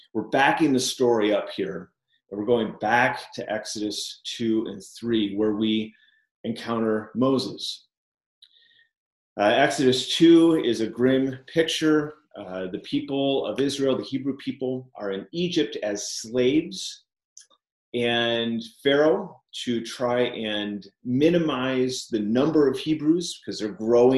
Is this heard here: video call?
yes